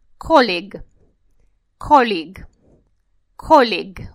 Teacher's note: Ударение на первый слог